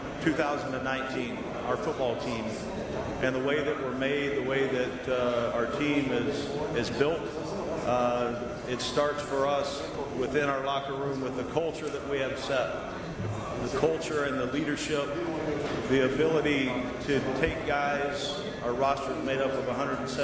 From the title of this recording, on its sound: Main Room Press Conference